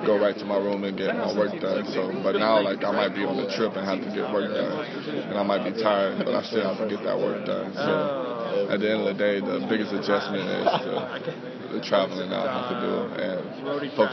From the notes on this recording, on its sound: from this year's Big East media day at Madison Square Garden